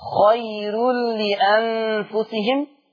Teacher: الراء مرققة نظرا لأنها مضمومة ومسبوقة بياء اللينة